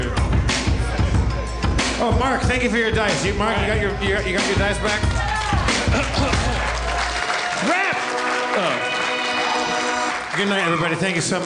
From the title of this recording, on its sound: LIVE from the Cherokee Casino in West Siloam Springs, OK